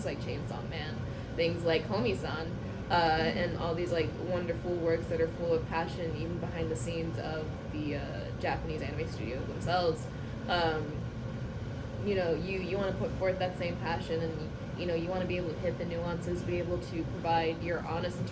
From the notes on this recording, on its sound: The boys are literally recording this live from Anime NYC.